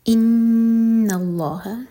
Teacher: نون پر غنہ، لام جلالہ ہیوی، اس کے بعد ہا لائٹ